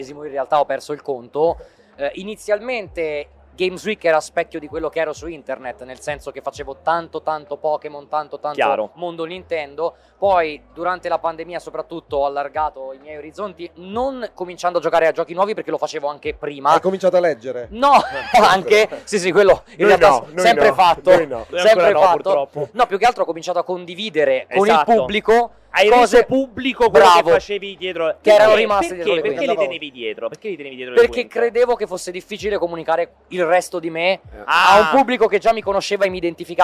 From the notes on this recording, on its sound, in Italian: Milan Games Week 2022 DAY 3. In diretta dal Milan Games Week 2022.